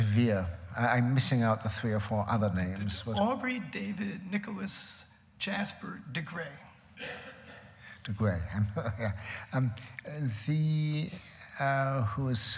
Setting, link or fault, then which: setting, live audience